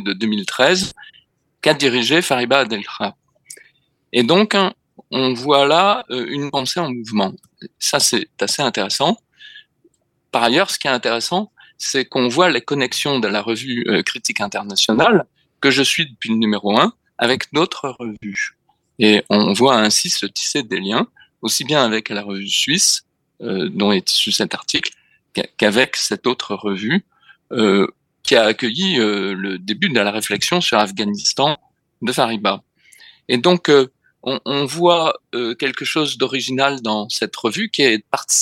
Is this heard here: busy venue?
no